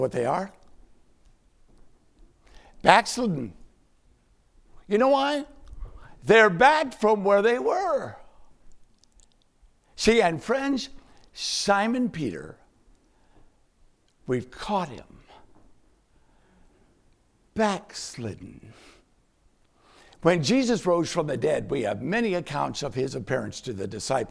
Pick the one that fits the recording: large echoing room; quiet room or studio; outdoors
large echoing room